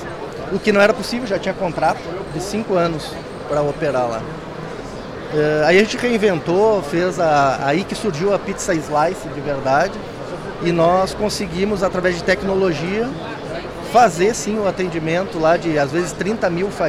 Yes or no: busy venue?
yes